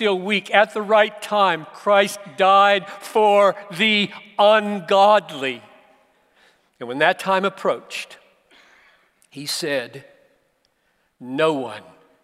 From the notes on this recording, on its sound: preached this message at the Bethlehem 2019 Conference for Pastors + Church Leaders in Minneapolis